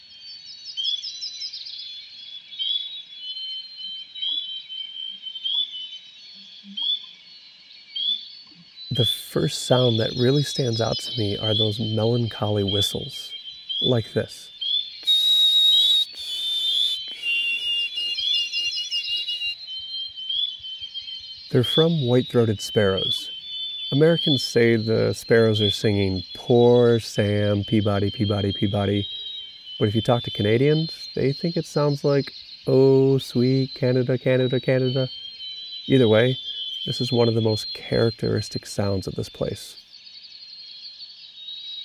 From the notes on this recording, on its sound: Brings you inches away from a multitude of creatures, great and small, amid the sonic grandeur of nature. Inside Voyageurs National Park.